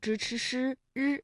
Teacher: 舌尖向上翘起，然后呢和我们的硬腭前部气流受到了阻碍，就构成了辅音 · Term: 翘舌音